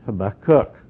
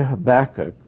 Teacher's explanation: Now, a student of Hebrew will pronounce it Habakkuk, because in Hebrew, the emphasis is on the last syllable · Shown in: first take · But we'll just say Habakkuk for our sake, because that's what I'm accustomed to.